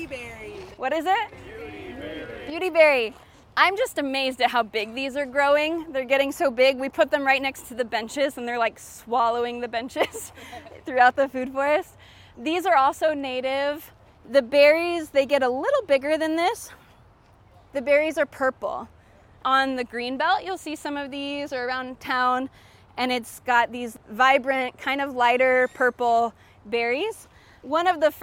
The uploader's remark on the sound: the second half of her guided tour at Festival Beach Food Forest